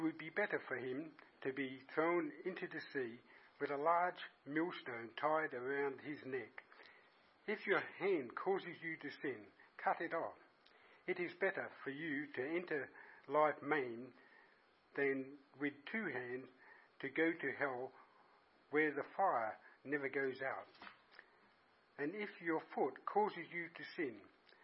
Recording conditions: large echoing room